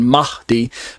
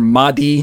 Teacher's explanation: I'm saying Mahdi. D, where there's kind of a breathy sound on the H part · Shown in: first take · Mahdi. But if you listen to other teachers, they're just going to say either Mahdi, or there's another alternate pronunciation that you'll hear about in a moment.